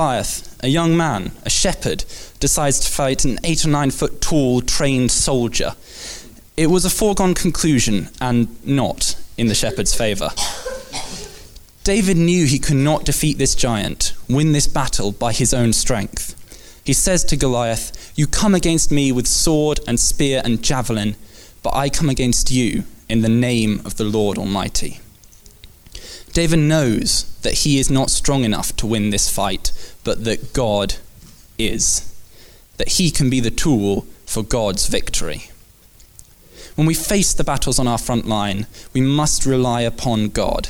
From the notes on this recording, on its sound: Recorded at Bournville gathering.